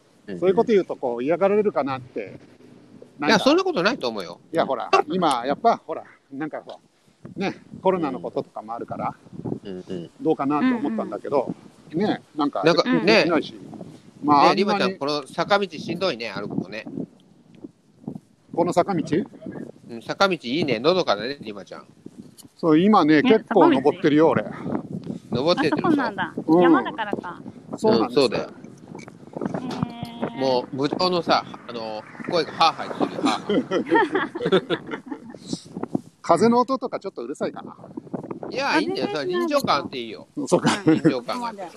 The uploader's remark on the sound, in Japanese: Tokyo walk&eat radio LIVE。東京飛び出して鬼滅の里を散歩します。